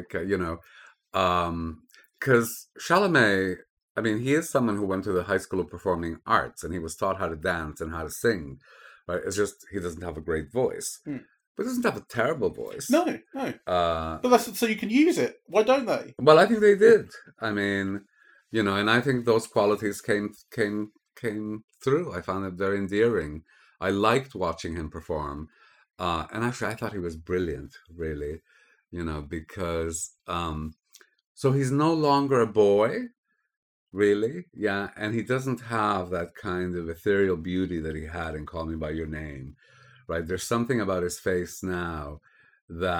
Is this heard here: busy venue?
no